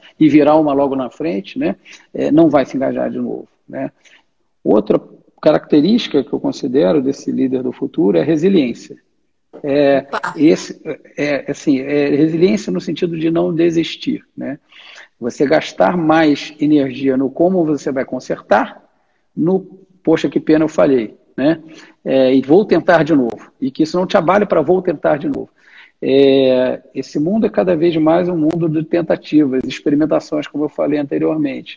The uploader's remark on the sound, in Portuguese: Live exibida no dia 22/07/2020, no Instagram.